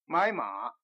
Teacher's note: 个中国说普通话的区域很广，不管彼此离着的距离有多远，要是说普通话，分别并不太大。比方，一个昆明人跟一个沈阳人初次见面，在语言上并没有多大的问题。简教授接着又给我们讲中国的几种方言。他说，粤语是用广州话代表，吴语用苏州话代表，湘语是用长沙话代表，赣语类似客家话，闽语又分为南北两区，闽南话用厦门话做标准，闽北话用福州话做标准。简教授说，这些大方言里自然是用普通话的范围最大了，所以简教授首先给我们讲的是普通话，也就是北京话。简教授讲，北京话里除了声调以外，一共有400多个音节，每个音节有四声，还有一个清音和变调。清音是从四声基本声里变化出来的，比如说买卖的麦子得念清音。简教授又讲到变调，他说，如果一个词儿的词素是两个，第三声头一个词素在念的时候要变成第二声